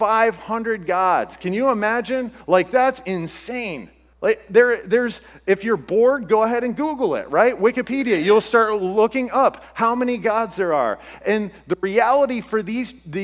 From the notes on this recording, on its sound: This podcast was originally shared at Restored Church. This podcast was originally shared at Restored Church in their Words to Live By sermon series.